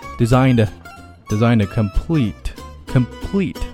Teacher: Volve has now designed 的，连起来 designed complete 尾音的 t 也省略了